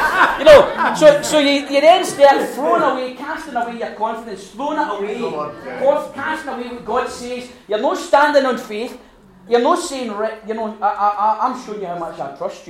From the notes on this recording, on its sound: Recorded at our second Resilient retreat at the beginning of 2024.